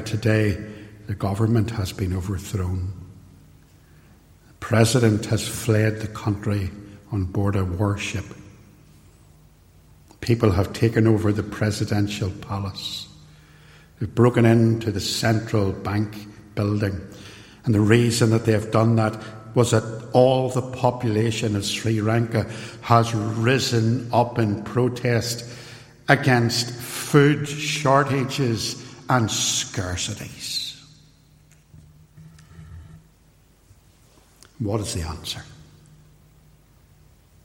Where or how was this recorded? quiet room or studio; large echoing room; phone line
large echoing room